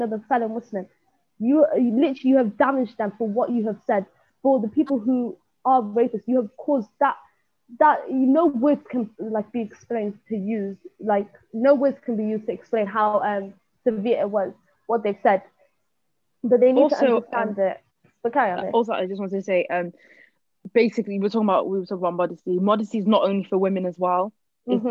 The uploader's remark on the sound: we recorded on Zoom so sorry if the audio isn't the best